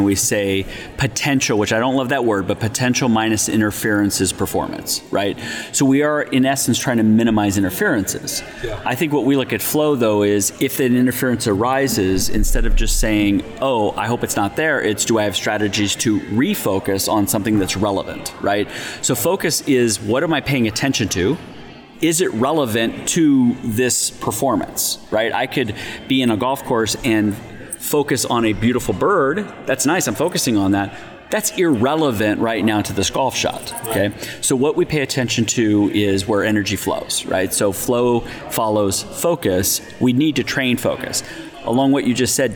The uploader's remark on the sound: live at the PGA Show